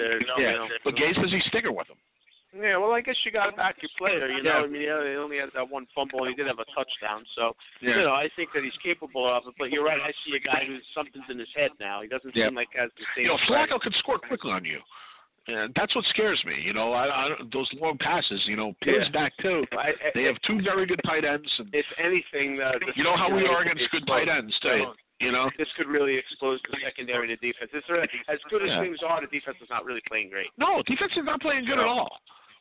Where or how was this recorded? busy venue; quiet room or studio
busy venue